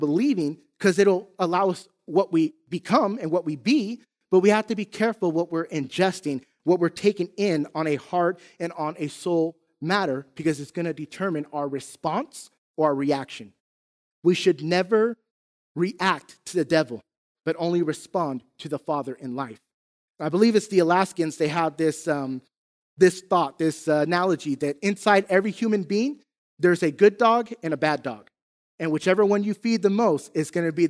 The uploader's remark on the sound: Recorded from South Gate Fellowship in Duncanville, TX on Sunday, October 24, 2021.